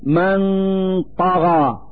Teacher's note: نلفظ النون الساكنة من كلمة من مخرج الطاء من كلمة طغى، فنقول: من طغى، مع إظهار الغنة التي هي الدليل على وجود النون الساكنة.